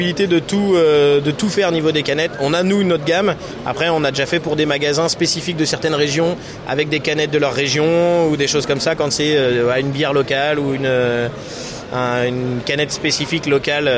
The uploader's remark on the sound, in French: (FR) Épisode 2 "en direct" du Silmo Paris 2023.